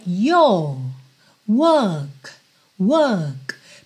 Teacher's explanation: eu fecho com o K, mas eu não chego a enrolar a minha língua ali no work